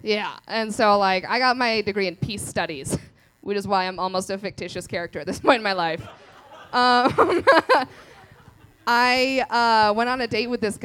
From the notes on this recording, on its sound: In this month's live episode. This live event features stand up.